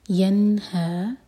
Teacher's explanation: نون پر جھٹکا نہ ہو اور نہ ہی ہم نون کو ہولڈ کریں گے · Term: اظہار